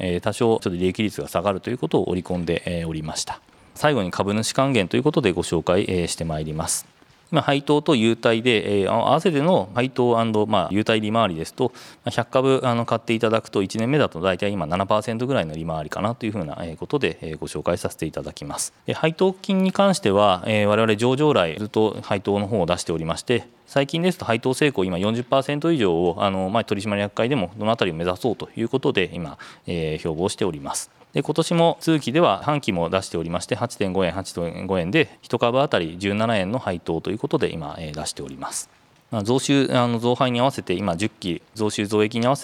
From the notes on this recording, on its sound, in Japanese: 2022年11月23日、東京・田町で行われた「ラジオNIKKEI 相場の福の神 注目企業ＩＲセミナー」から